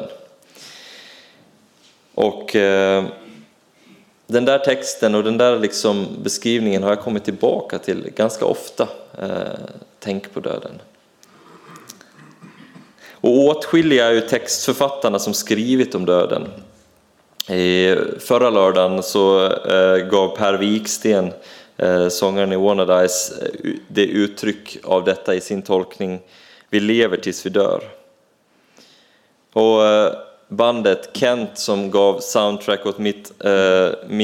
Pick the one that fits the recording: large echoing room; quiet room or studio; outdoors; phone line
large echoing room